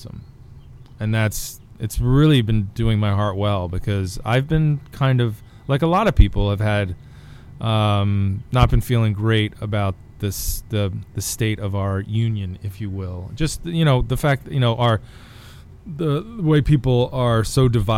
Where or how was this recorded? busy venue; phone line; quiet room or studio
busy venue